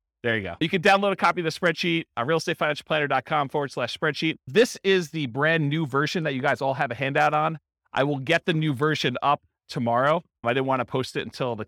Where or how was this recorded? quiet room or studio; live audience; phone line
live audience